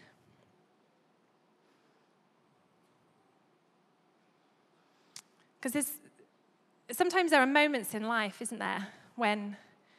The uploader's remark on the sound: Recorded live at Life Church Lancashire - Sunday 25th September 2022